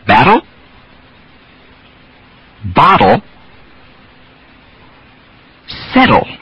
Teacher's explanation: On these words, notice that the D doesn't explode into a vowel sound. The tongue stays on the palate as the voice explodes directly into the throat for the L.